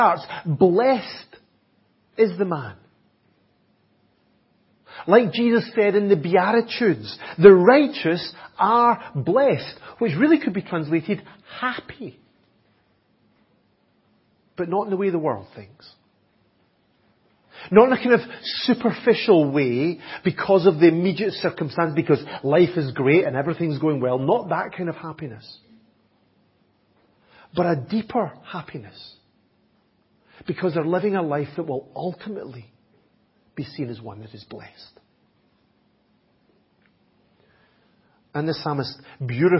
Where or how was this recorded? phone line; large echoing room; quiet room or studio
large echoing room